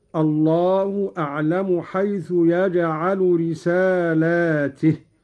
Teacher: قرأ قالون بمد اللام وكسر التاء هكذا: الله أعلم حيث يجعل رسالاته، والجمع على أن الرسالات متعددة.